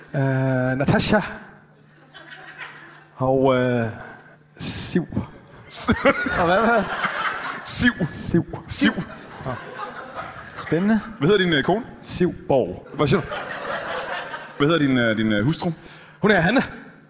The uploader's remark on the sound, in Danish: LIVE fra Skive Teater